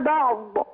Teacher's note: انت جيتي تقفي على الضاد ففتحت المخرج مرة واحدة مع ضغط على المخرج فعملت قلقلة